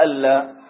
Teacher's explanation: تكتب أن وبعدها لا وتنطق ألا بالإدغام لكنها تفصل